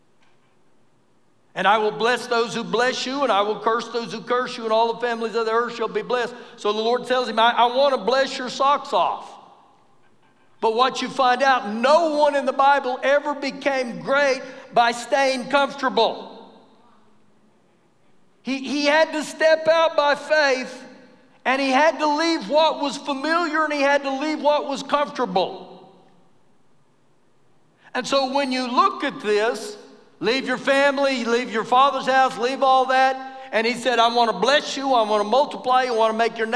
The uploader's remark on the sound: Recorded live during our Wednesday night service